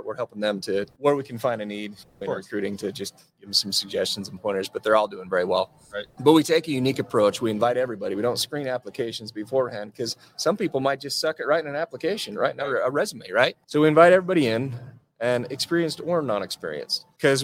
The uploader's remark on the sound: We are still live in Las Vegas, NV for the Profit Rocket Summit!